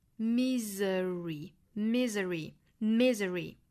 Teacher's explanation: 注意 misery 中间的这个 s 要读成一个浊辅音